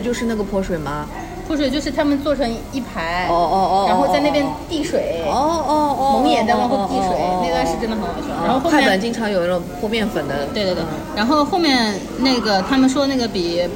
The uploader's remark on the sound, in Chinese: 每次录制基本都是在餐厅吃饭，没有条件升级录音设备，介意勿拍（划掉）勿听。